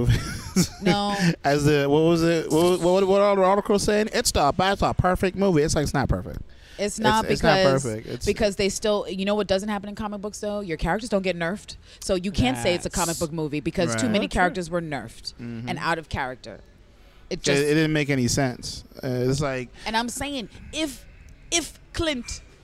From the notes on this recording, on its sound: We recorded this right after seen the movie at 1 am ending around 4 am in a 24 hour McDonalds in Brooklyn which may hear some featured locals chime in from time to time